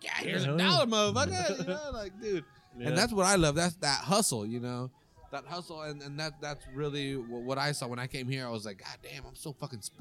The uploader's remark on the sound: we recorded this episode at the patio of 201 Main during their weekend brunch buffet